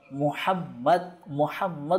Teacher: বান্দার দুই টুঁটটা মিলিত হয়ে যায়, এক টুঁট অপর টুঁটকে চুম্বন করে লেগে যায়।